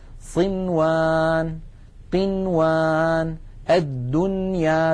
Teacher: بنون مظهرة لا زيادة للغنة فيها